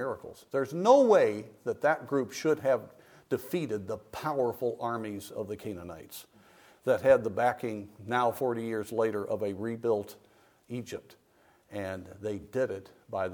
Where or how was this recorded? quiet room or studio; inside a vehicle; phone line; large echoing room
large echoing room